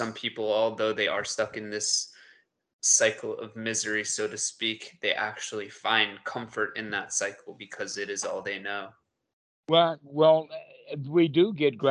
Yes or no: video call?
yes